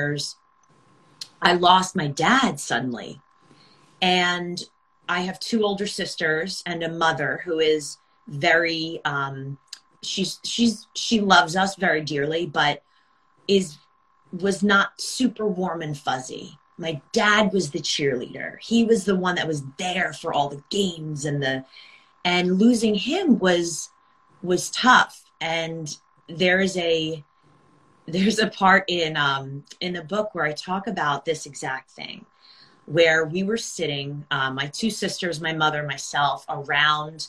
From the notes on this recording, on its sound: This episode was originally recorded as an Instagram Live